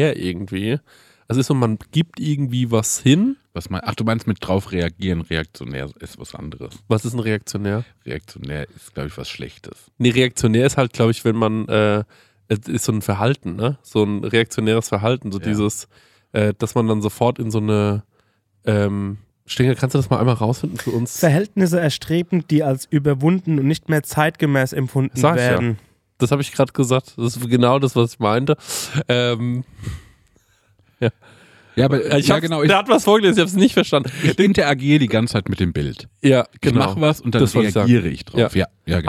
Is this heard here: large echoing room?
no